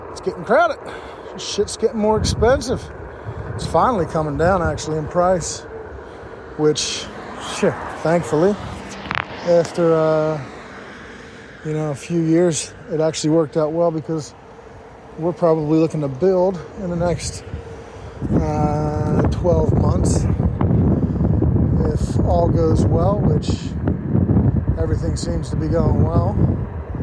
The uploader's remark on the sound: Riding the OneWheel while Recording. 100% Recorded from an iPhone on a OneWheel.